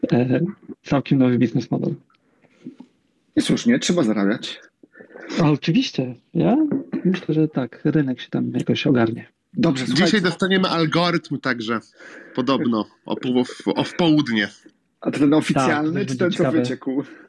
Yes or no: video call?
yes